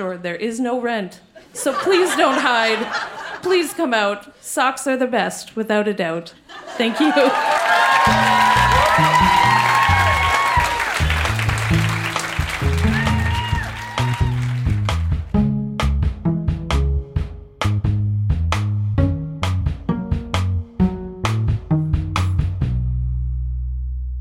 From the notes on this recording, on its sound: Recorded live in Vancouver, BC.